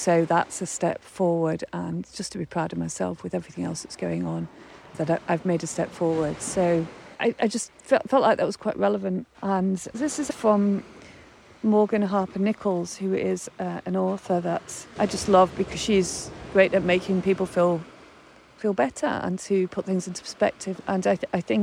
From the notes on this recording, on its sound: Recorded on the beach with the backdrop of crashing waves